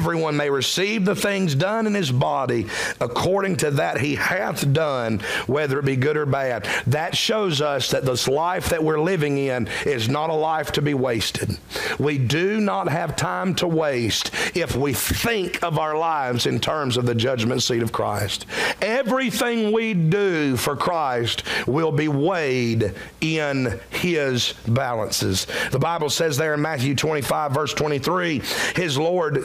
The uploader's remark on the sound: during the 11AM service October 8, 2023